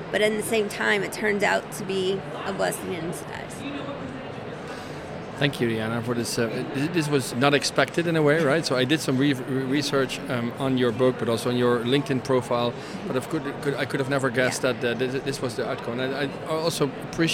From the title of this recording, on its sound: Live from #IMEXAmerica